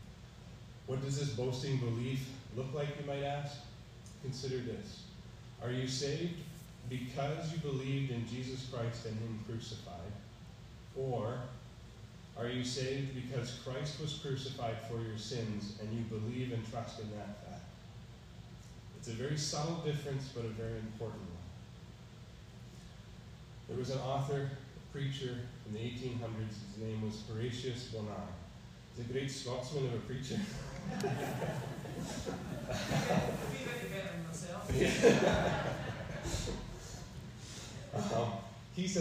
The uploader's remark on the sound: Preached on March 13, 2022 at EBC